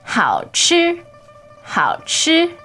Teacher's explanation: third tone, which is low, and then first tone, which is high.